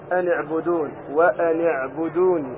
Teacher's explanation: أن هنا ساكنة، يعبدون العين ساكنة، فالتقى سكون النون مع سكون العين، فتخلصنا منه بكسر الأول · Term: عارض الشكل